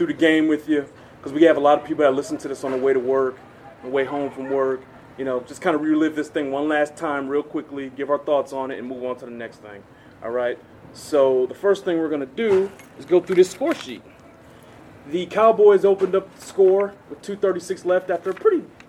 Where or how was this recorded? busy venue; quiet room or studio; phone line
busy venue